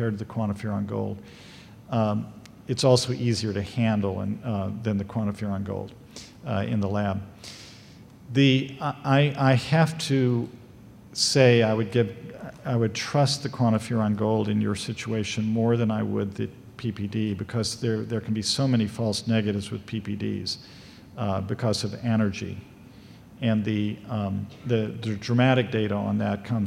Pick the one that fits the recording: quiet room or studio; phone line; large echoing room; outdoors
large echoing room